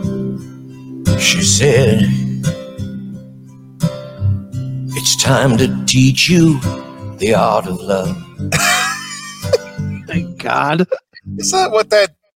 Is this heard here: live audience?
no